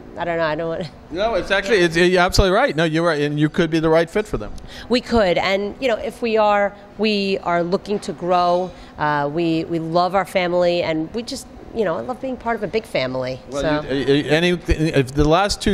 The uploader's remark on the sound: at the Embark Immersion conference at the NIZUC Resort and Spa in Cancun